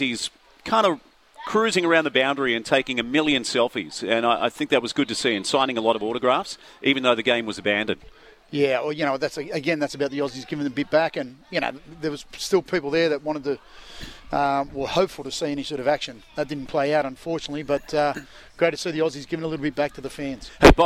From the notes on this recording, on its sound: Live from Gosford sailing club.